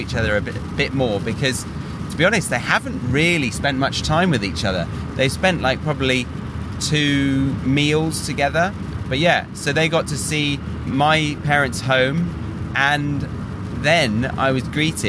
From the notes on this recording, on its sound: Motorway Monologue. When he was back home to see family and friends in the UK. So, he decided to record this podcast on the road in action! Listen to the motorway experiences he had back in his motherland!